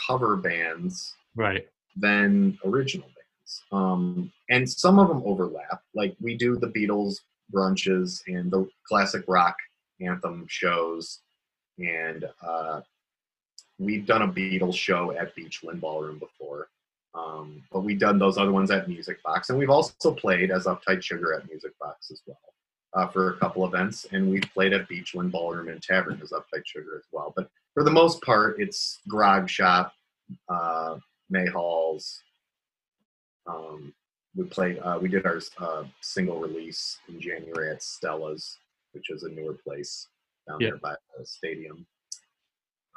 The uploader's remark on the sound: Had a little Zoom chat. This call took place in early 2020, at the beginning of the coronavirus pandemic, when the stage of Ohio was on lockdown.